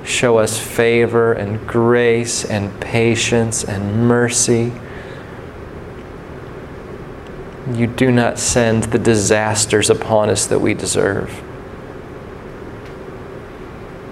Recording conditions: large echoing room